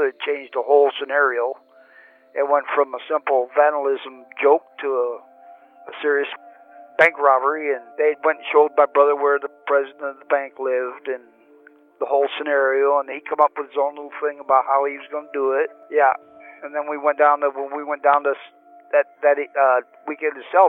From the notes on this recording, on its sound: Telephone interview. From federal prison.